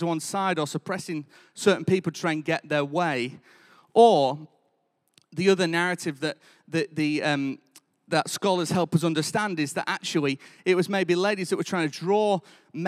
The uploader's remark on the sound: Recorded live at Life Church Lancashire